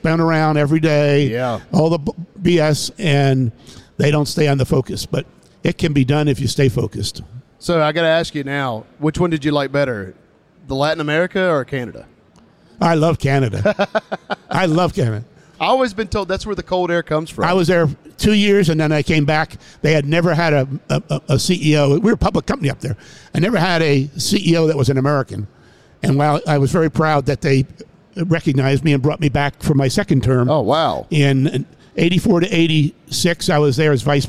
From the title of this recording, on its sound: Live at NADA.